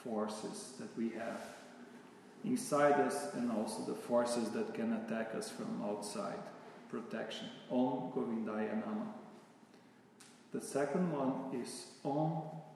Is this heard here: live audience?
yes